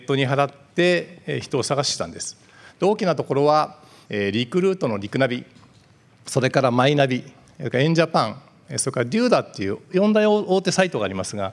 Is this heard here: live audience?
yes